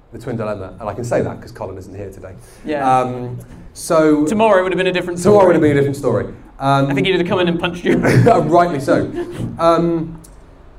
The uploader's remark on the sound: LIVE at Pandorica 2021